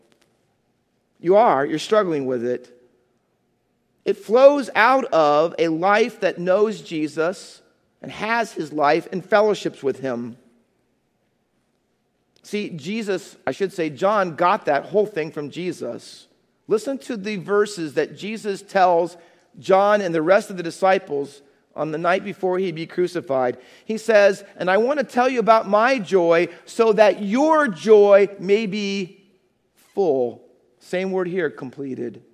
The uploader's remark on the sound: Faith Baptist Church in Hamilton, NJ.